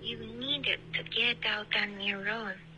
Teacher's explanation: 你的 e 带了不少的前鼻音盖住这个 e 的音